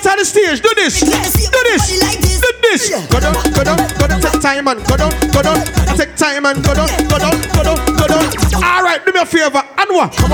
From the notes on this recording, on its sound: Live Dancehall Set at Bashment Party